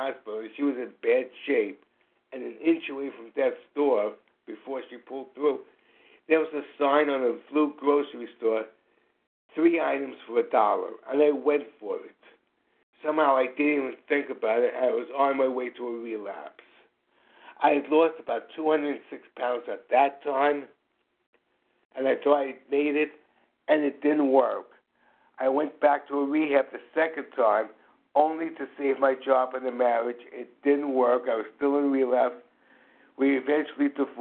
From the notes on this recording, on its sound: from the 100 Pounders Phone Meeting, 5/6/23